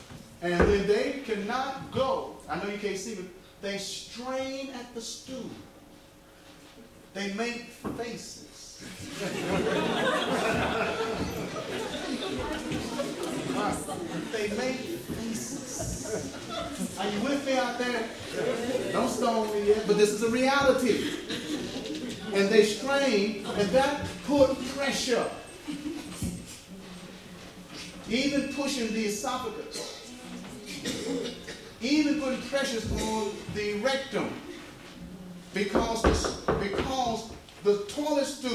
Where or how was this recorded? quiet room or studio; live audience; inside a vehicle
live audience